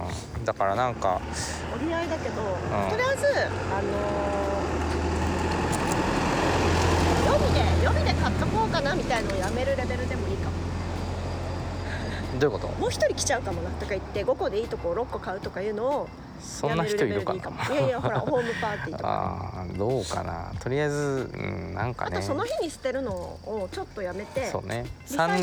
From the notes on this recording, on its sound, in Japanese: 犬のアロと散歩をしながらの収録。ニワトリ、カラス、虫、風、木の葉を踏む音。